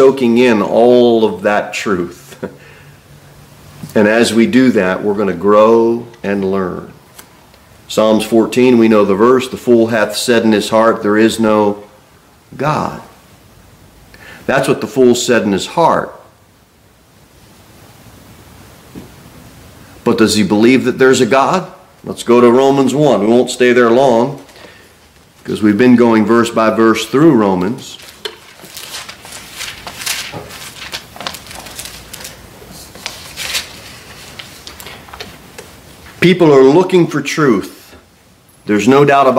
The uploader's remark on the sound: Sermon delivered at Pilgrim Baptist Church on Sunday, December 24, 2023, at 2-15 pm. Cookeville, TN 38501.